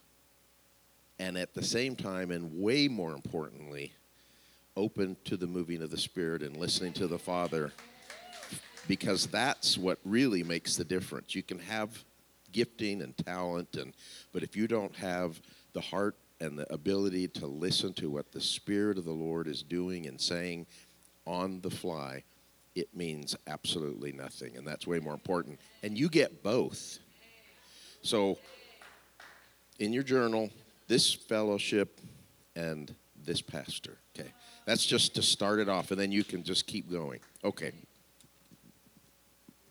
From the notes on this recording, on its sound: Spirit Service. Sometimes we flow with the Spirit during services but still like to keep the recording in case words were spoken that are meaningful to those in attendance.